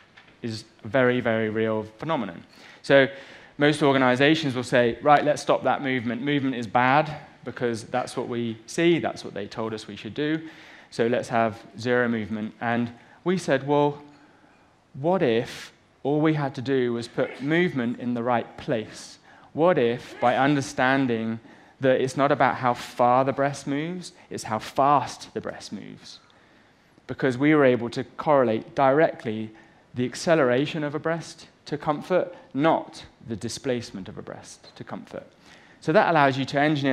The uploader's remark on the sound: on stage at #BoFVOICES